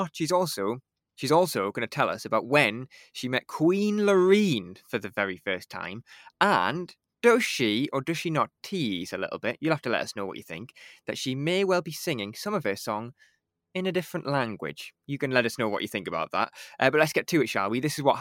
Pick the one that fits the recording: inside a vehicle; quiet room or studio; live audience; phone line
quiet room or studio